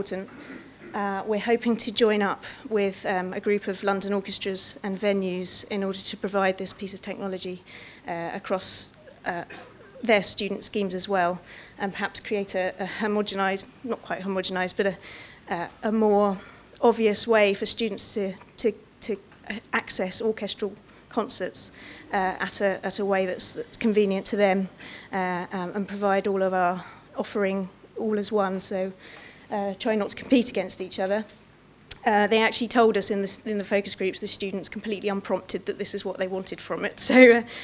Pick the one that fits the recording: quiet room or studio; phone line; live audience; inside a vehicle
live audience